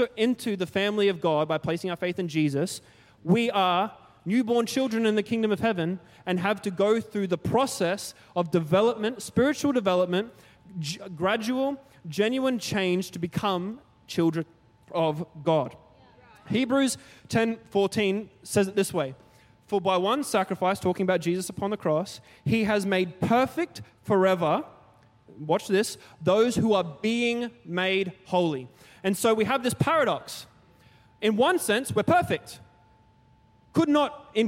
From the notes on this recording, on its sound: C3 Powerhouse. Recorded during our 5pm service.